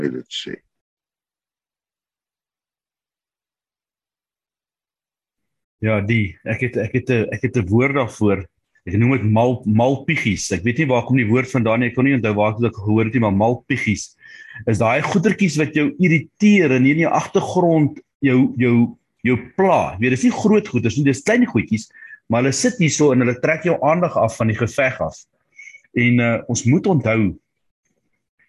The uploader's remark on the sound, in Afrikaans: Manne van die Woord Zoom Byeenkoms 2 Junie 2022